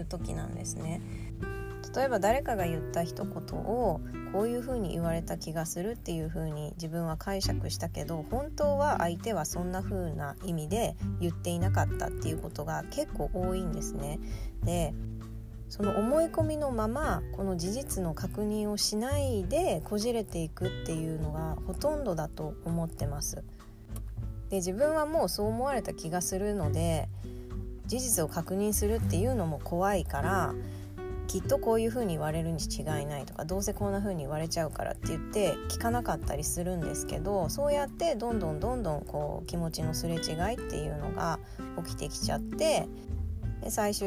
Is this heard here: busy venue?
no